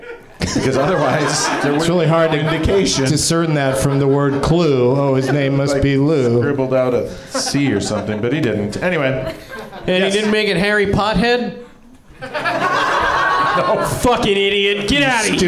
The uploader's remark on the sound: Live from the NerdMelt Showroom in LA